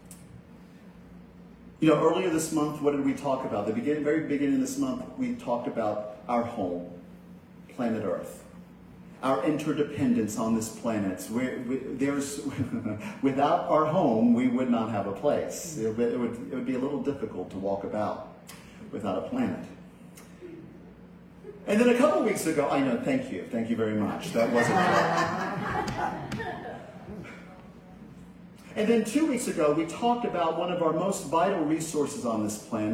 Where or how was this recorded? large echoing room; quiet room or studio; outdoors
large echoing room